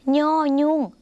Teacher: ย่อยุ่งเสียงขึ้นจมูกค่ะออกเสียงเหมือนในภาคอีสานและในภาคเหนือของไทย